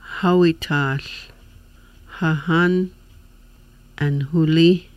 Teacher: The H sound is made by the friction of air passing through the vocal cords.